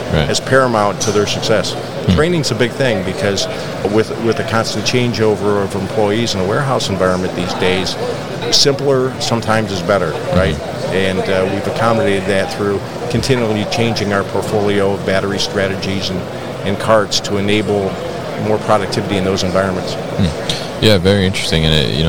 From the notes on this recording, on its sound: Newcastle Systems at MODEX 2022